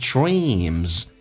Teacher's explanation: 长元音，嘴角咧到极限，dreams，后面加 s 发 z 这个发音